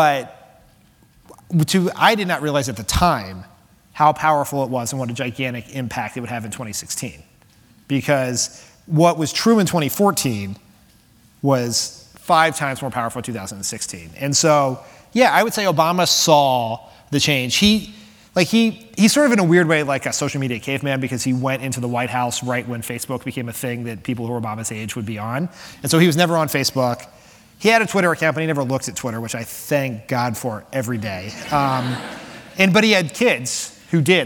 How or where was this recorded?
live audience